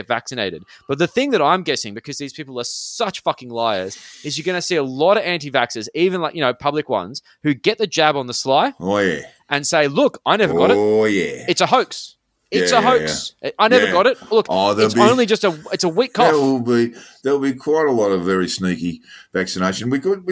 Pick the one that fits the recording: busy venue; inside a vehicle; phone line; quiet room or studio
quiet room or studio